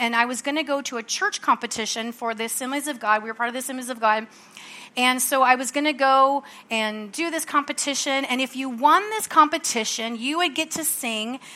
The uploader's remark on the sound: from the Sunday service on June 4, 2023 at Harvest Bible Church in Stockton, CA.